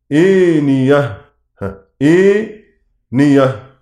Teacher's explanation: يميل منها هشام فتحة الهمزة والألف بعدها خالصة · Term: إمالة